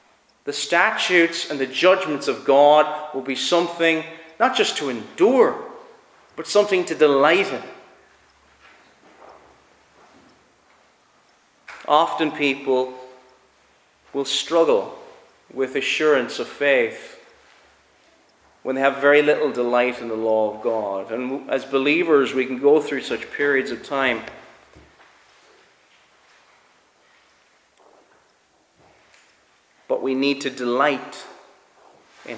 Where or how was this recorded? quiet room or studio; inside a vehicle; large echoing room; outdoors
large echoing room